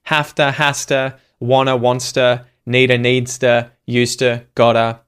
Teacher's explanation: to is a preposition that's usually unstressed in phrases, so the vowel sound oo becomes the schwa uh sound. As a result, you may hear it contracted onto verbs in spoken English such as hafta, hasta, wanna, wants needa, needs to, gotta, hope hopester, etc.